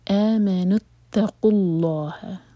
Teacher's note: دو ساکن کو ملانے والا رول واو گر جائے گا آمنوا اتقوا اللہ تا لائٹ قاف ہیوی اور پھر آگے لام